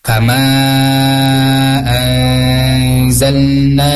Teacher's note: nanya itu dibaca panjang dua harkat karena itu disebut dengan mad tabi'i